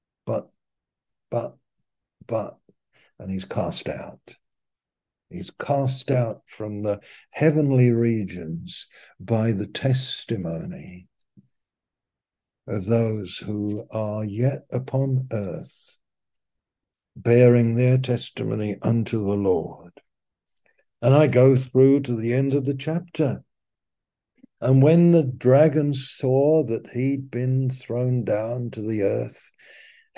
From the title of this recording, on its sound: Malaysia Meets (Zoom)